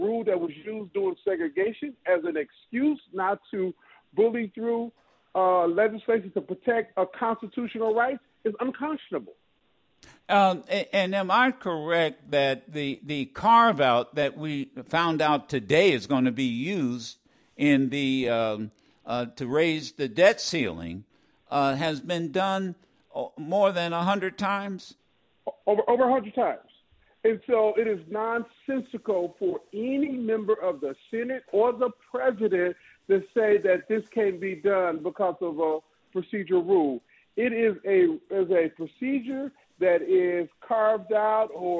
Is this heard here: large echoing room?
no